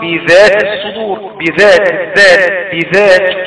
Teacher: بذات تحس في رخاوة لا في شدة